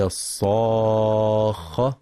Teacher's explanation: يراعي القارئ مد الصاخة 6 حركات لزوما